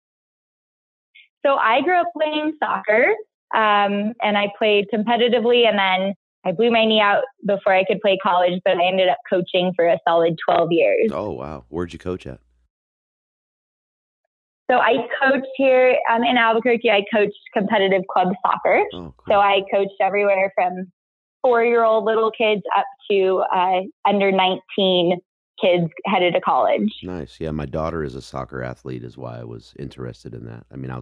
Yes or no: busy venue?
no